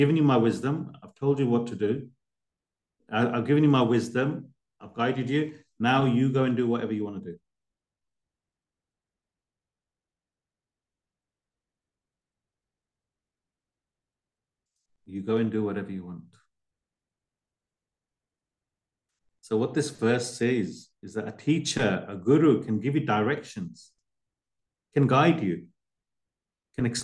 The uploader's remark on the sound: A live recording of a Bhagavad Gita class given virtually on the 20th of August 2023.